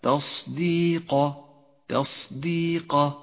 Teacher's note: التاء مرققة والصاد مفخمة والدال مرققة والياء مرققة والقاف مفخمة. اقرأ هكذا: تصديق تصديق، ولا تخلط بين الترقيق والتفخيم.